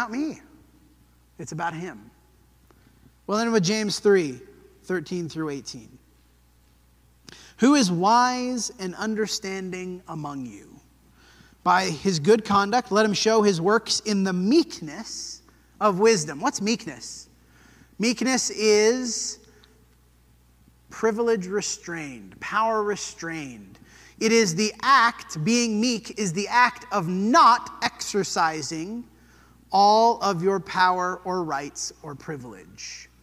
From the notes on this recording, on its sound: This sermon was preached at the Dewey Church of Christ on May 14, 2023.